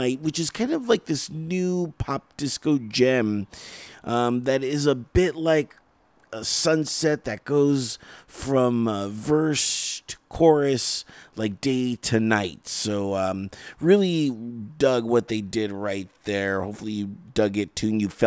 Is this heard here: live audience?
no